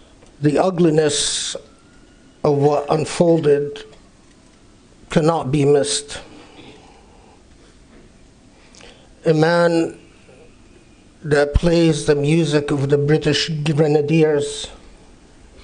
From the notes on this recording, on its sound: Delivered at the Islamic Center of Southern California, Los Angeles, 15 March 2019.